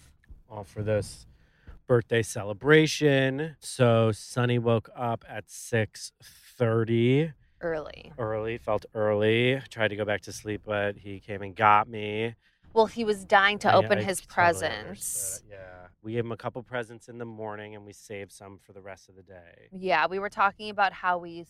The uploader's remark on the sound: POD'ING IN THE CAR! Recorded in the car!